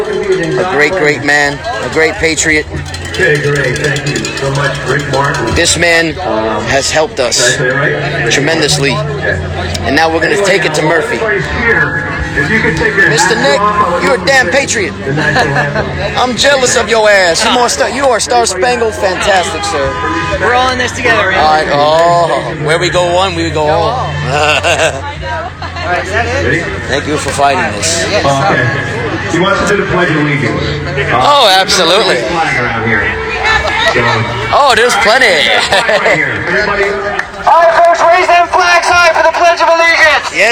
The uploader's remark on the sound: Live Interview & Patriot Rally Action! Interviews several patriots live!